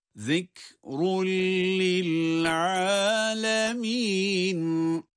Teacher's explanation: Zikrun kelimesinde zal harfi peltek